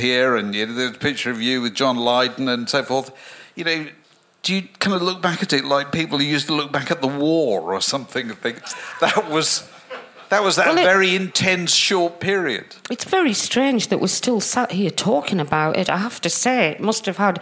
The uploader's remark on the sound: recorded with an audience at London’s 21Soho club in late November